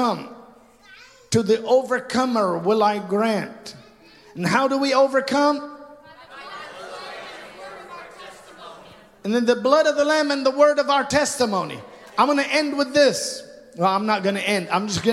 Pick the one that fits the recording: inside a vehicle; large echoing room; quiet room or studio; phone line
large echoing room